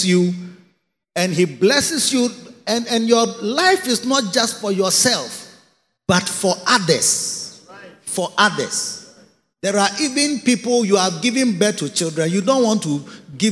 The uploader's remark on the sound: Preached at a Victory Secrets Service - The Makarios Cathedral, HQ